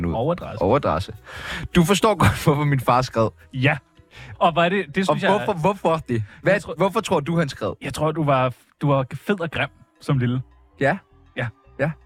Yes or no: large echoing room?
no